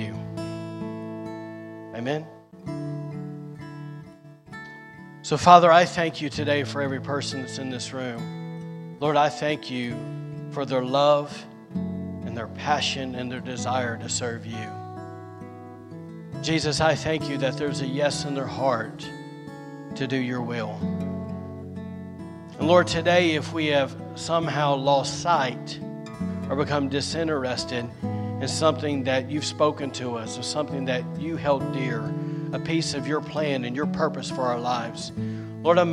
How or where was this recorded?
large echoing room